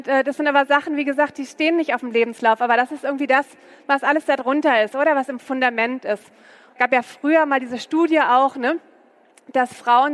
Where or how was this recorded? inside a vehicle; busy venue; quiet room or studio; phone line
busy venue